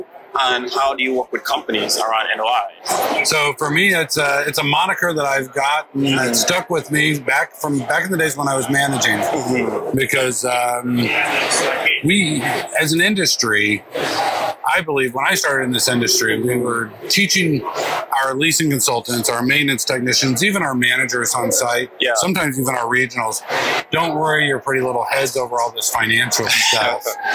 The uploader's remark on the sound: LIVE AT NAA